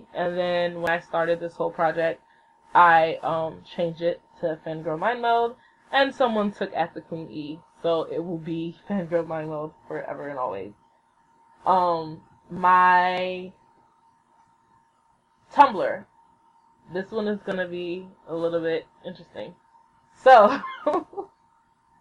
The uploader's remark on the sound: The sound quality is a little funky. I didn't realize how loud the laptop is, but I cleaned it up the best I could, sorry.